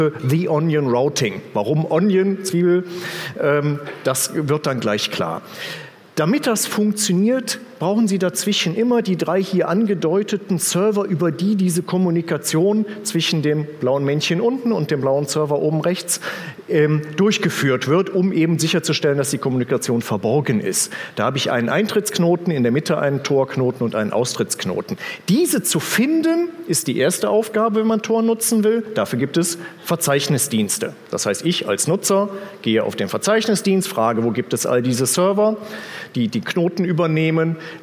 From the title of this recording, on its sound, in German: auf dem Magenta Security Kongress 2018